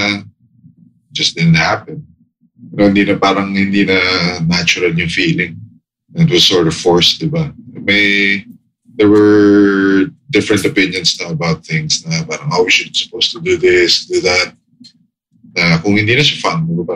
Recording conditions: video call